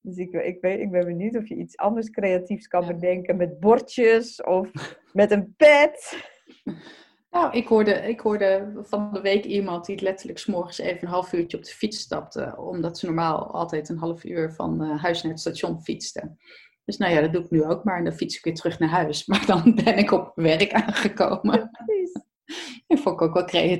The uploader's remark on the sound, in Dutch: Opgenomen via Zoom, vanwege de coronacrisis.